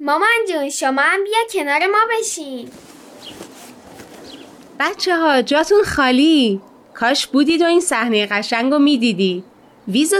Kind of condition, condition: setting, outdoors